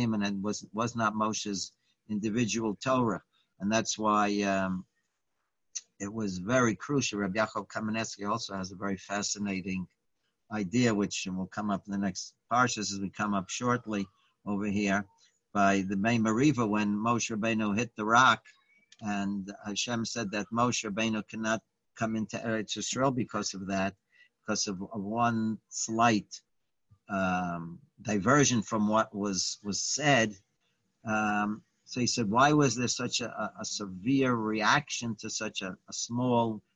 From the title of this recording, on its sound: Live On Zoom